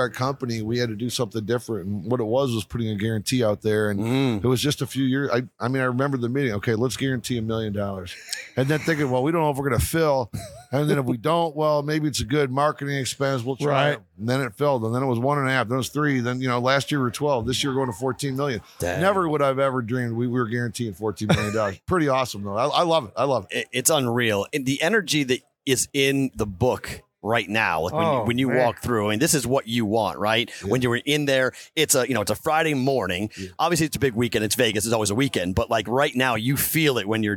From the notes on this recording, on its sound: Roll Call Friday live from Circa Sports!